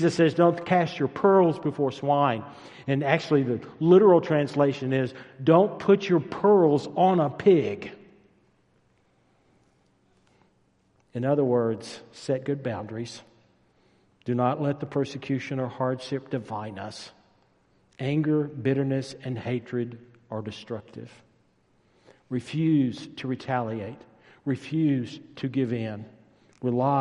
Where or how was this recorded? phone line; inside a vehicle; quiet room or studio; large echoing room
large echoing room